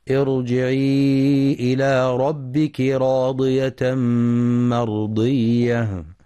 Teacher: في كلمة ارجعي الراء هنا مفخمة لأنها ساكنة وقبلها همزة وصل، وكلمة ربك راضية الراء مفخمة لأنها مفتوحة، وكلمة مرضية الراء مفخمة لأنها ساكنة وقبلها فتح. أما المدود ارجعي إلى مد منفصل لحفص عن عاصم من طريق الشاطبية يمد 4 أو 5 حركات بسبب مجيء حرف المد في كلمة وهمزة القطع في كلمة أخرى.